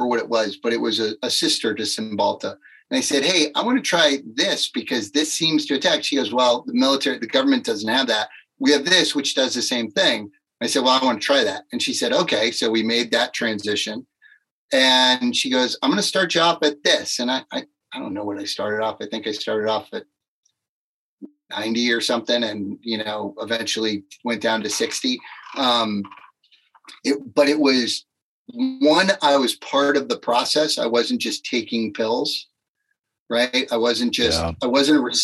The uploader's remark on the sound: Zoom to Zoom